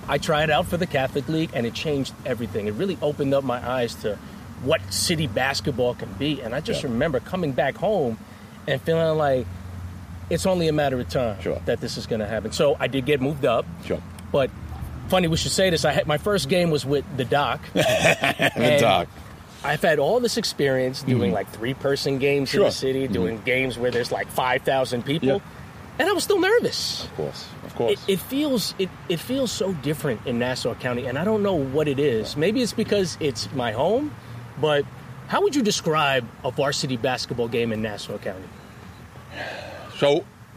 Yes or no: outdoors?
yes